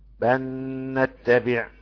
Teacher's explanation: إدغام اللام في النون فتبقى حرفا واحدا مشددا إدغاما كاملا. ها، والحرف بصفة انه يضغم سقط لانه يضغم كامل، فهتبقى نون مشددة تغنى حركتين.